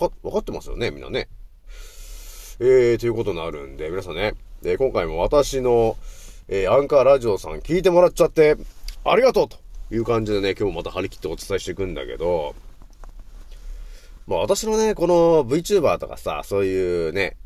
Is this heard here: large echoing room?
no